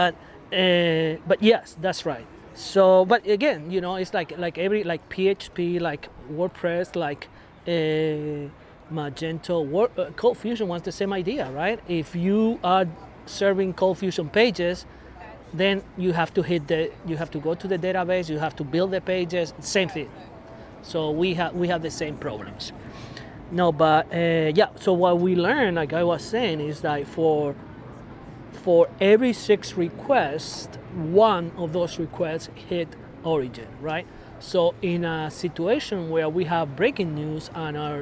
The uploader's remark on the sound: This week we do a pub interview. We recorded this outdoors at Steel Toes brewery in Saint Louis Park MN.